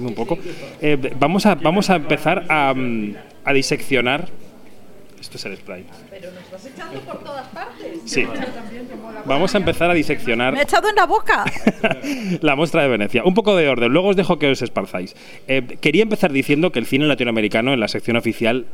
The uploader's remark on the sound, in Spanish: En Kinótico diseccionamos la sección oficial de la Mostra de Venecia 2022 en un programa-cena con varios periodistas que cubren el festival italiano.